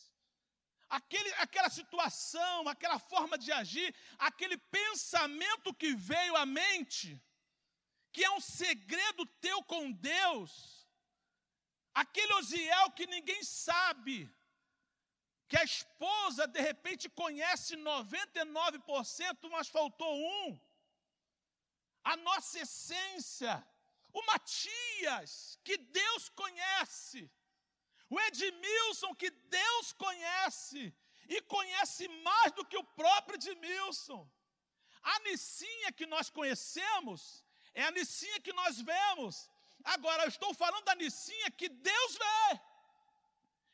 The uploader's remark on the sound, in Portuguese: CULTO AO VIVO